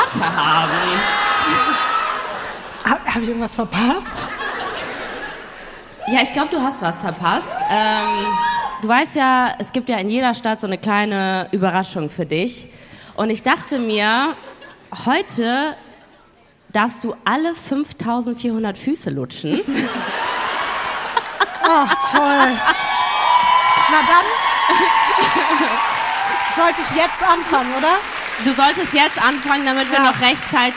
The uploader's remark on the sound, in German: LIVE in Frankfurt am Main